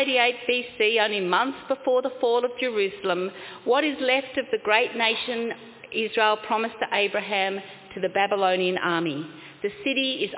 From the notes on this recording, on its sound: Congregation: Carlton 10am (Service of Baptism and Confirmation)